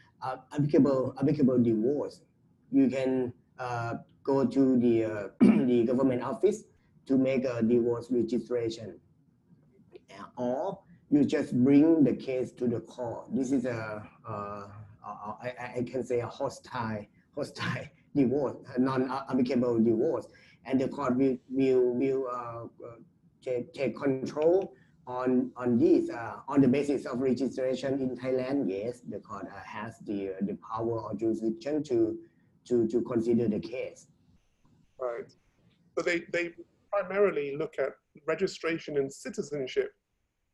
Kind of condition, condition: link, video call